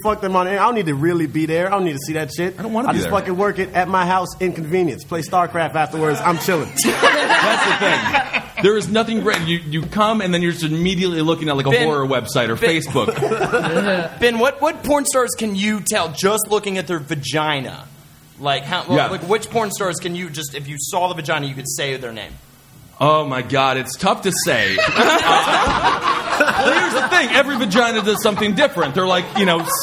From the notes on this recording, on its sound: Live at the Creek and the Cave! It’s our first ever live episode!